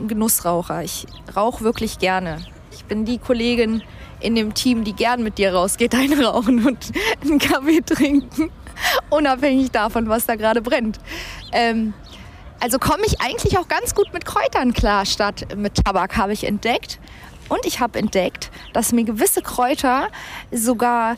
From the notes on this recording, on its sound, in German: Ohne Gast, ohne Team, ohne Zuschauer nur Ich, das MIC und die Natur.